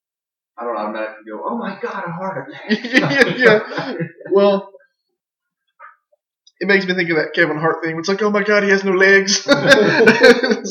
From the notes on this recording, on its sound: we had some technical issues that we explain at the beginning so bear with us on the sound quality